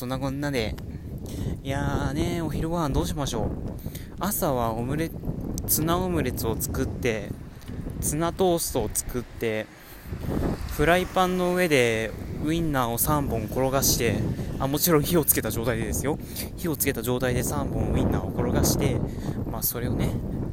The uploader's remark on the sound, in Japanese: (爆音注意)。本収録した帰り道、強風の中ふつうにしゃべります。